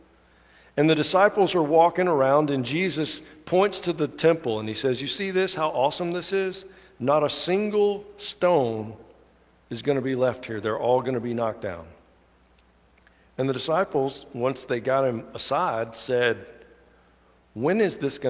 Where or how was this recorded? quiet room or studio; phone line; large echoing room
large echoing room